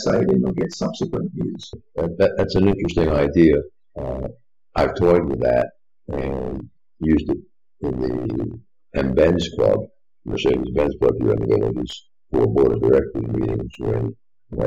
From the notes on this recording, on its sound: Open Forum in The Villages. A great listen, unfortunately with much lower sound quality.